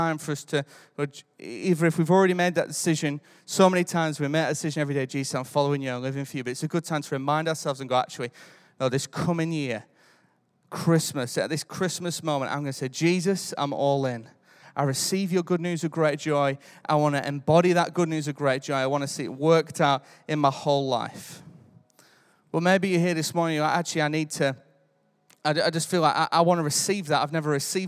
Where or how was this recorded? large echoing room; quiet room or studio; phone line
large echoing room